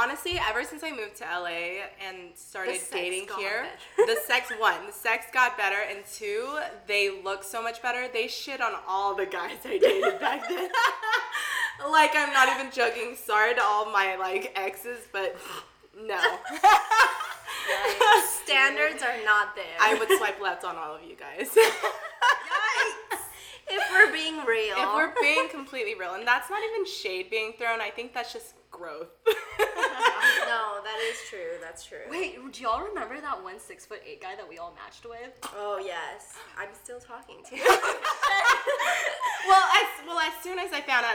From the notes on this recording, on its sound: Share one single mic. Fridge in the background, clinking soju bottles, and echoed laughter in the concrete studio apartment located in Downtown LA.